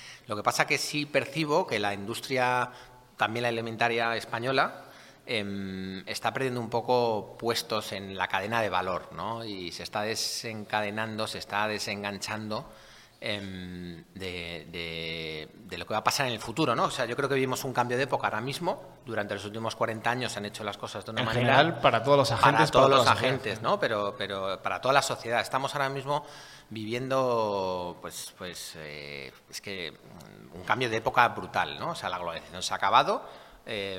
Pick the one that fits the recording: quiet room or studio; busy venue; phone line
busy venue